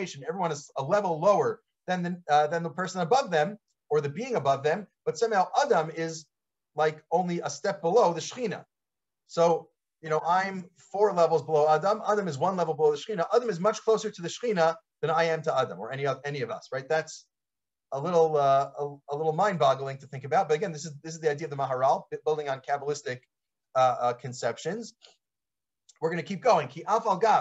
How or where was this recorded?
video call